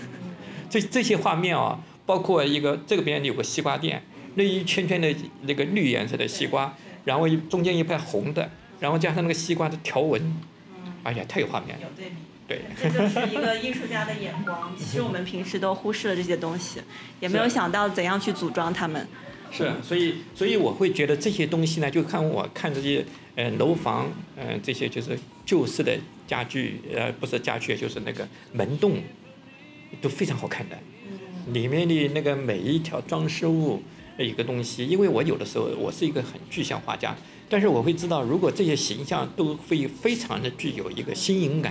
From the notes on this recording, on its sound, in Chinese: 在展览现场的对谈